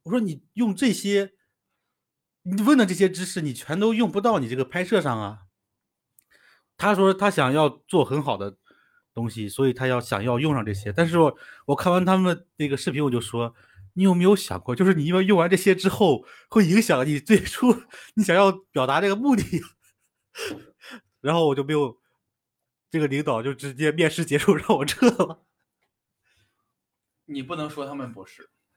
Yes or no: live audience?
no